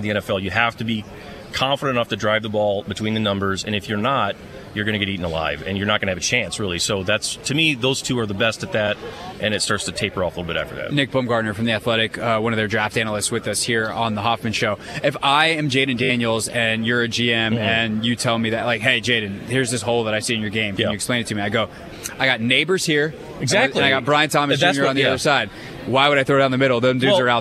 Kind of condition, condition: setting, busy venue